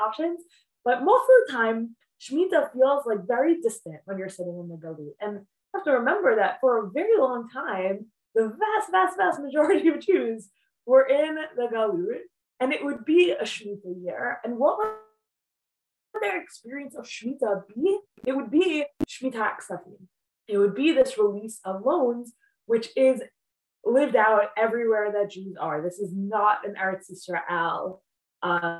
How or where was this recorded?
video call